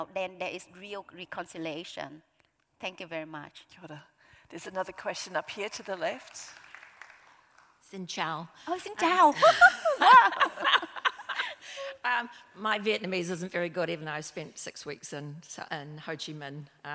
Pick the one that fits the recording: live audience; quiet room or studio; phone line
live audience